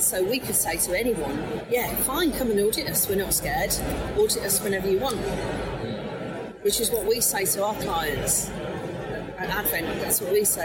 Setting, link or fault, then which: setting, busy venue